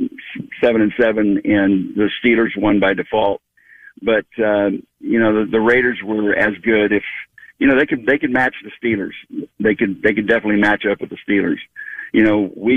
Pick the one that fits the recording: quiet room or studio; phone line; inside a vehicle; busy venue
phone line